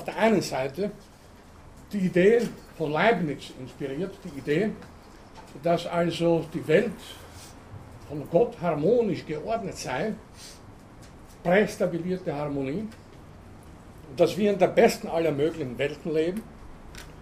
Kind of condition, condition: setting, large echoing room